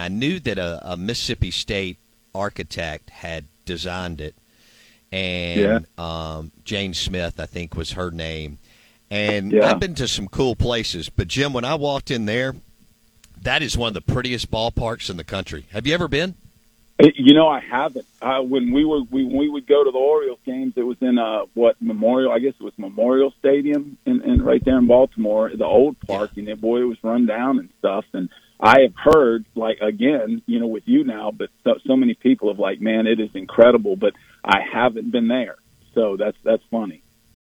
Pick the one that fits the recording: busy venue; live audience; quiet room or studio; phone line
phone line